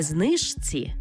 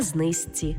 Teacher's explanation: Пишемо «жці», а вимовляємо «зці». · Shown in: second take